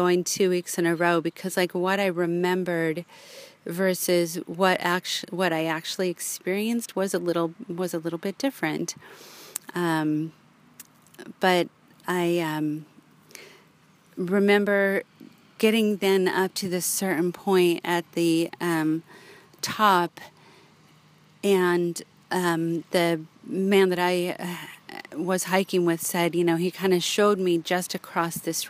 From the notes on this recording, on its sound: I sit in a local park, and share the experience of hiking in this amazing location, just outside of South Lake Tahoe.